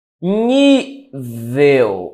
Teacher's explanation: a sílaba tônica é a penúltima sílaba. Terminada em L. · Term: paroxítona